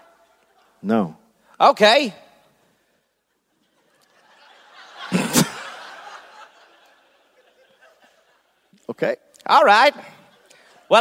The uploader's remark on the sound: Live in Gold Coast